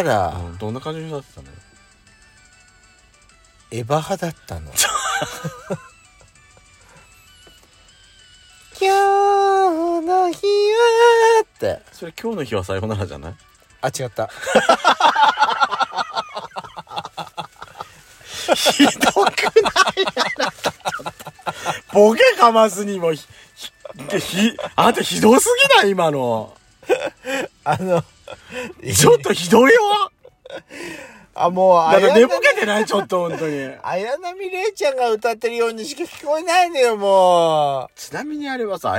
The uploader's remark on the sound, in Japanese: パーキング収録